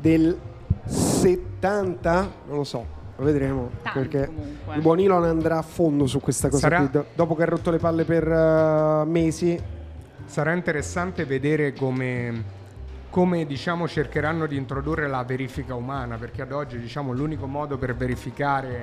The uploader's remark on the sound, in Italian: In diretta dal Plan B Forum a Lugano